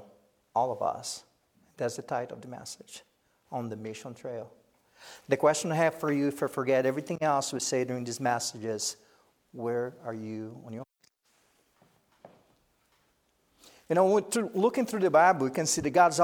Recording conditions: large echoing room